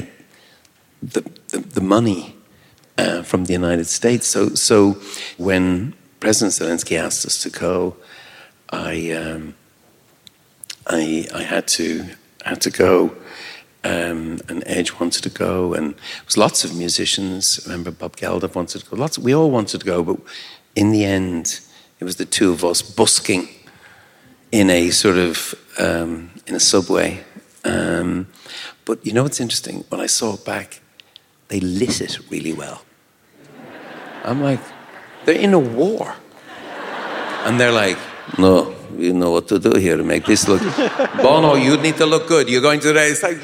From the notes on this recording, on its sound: at the 2022 New Yorker Festival